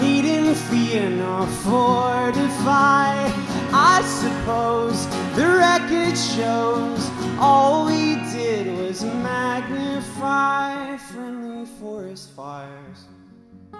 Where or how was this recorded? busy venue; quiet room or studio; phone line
busy venue